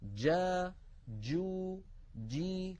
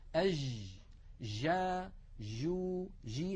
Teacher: يكون المخرج مقفولا تماما ثم ينفتح · Shown in: first take · Term: جيم شديدة